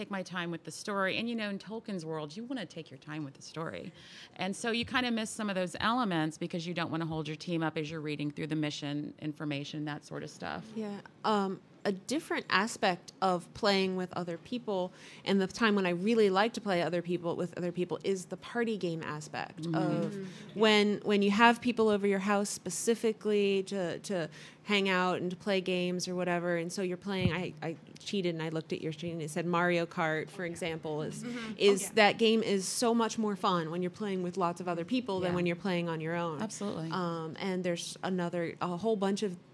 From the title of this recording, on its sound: Live from Balticon